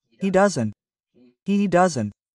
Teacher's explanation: The D is soft. The T is not pronounced.